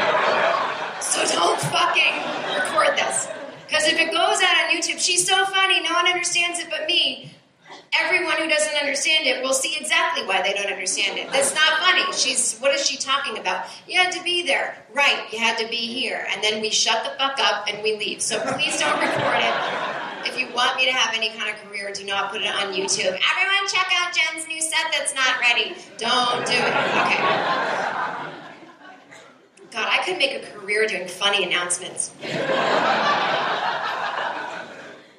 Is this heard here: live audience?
yes